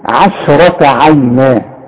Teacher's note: رقق لي العين، رقق لي الشين، فخم للراء، رقق لي التاء المربوطة